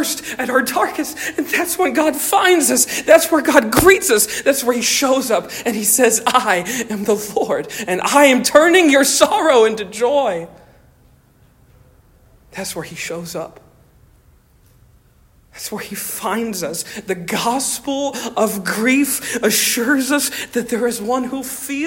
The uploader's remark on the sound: Stonington Baptist Church, Paxinos, PA.